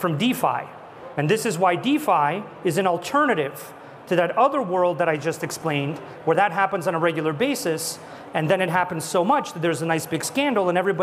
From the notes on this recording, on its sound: A Consensus 2023 panel